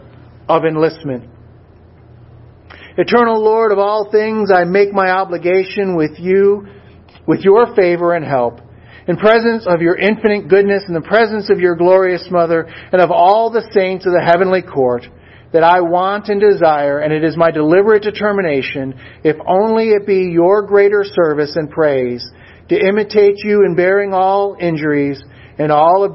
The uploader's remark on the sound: A Sermon Delivered at Swordbearer Chapel - VFW 8541, San Antonio, Texas.